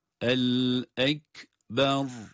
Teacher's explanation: Ekber kelimesi gördüğümüz gibi ne hemze kaf harfine bağlanırken uzatma var, ne de ba harfi ra'ya bağlanırken uzatma var. Hiçbirisinde uzatma yok.